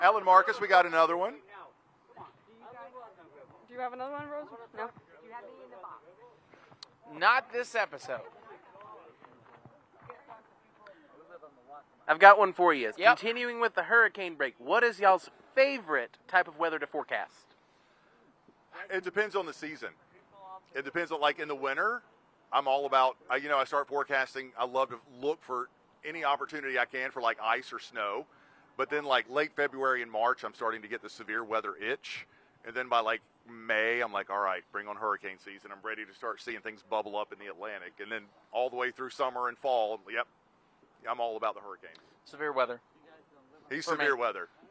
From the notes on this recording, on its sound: Broadcast live from Bonfire Taqueria in Conway for our season finale as part of WMBF First Alert Hurricane Week!